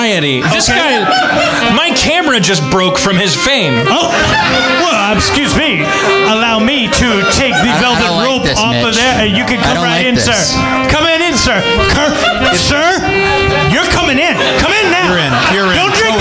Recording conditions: live audience